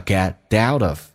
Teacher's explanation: get 可以跟 out 有个连音叫 get outof， t 变 d， out 跟 of 也有连音叫 get outof，还有一种方式就是 get 的 t 不发音， we get outof，尤其强调 out 这个单词， we get out of life just what we put intoit。